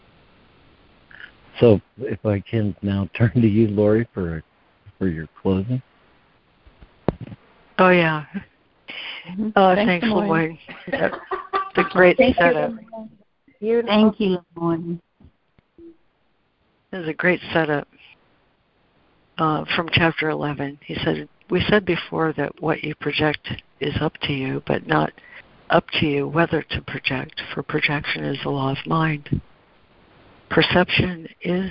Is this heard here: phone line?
yes